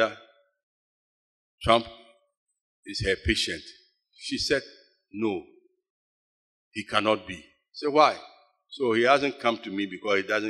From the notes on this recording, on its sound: Sermon preached at CBC Shiashie Campus